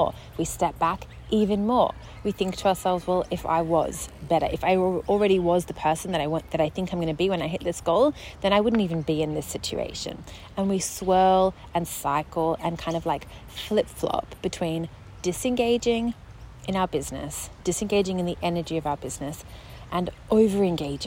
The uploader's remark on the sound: Join me and the birds for this podcast episode (I recorded it outside, at a beautiful park, while my son napped in the pram next to me)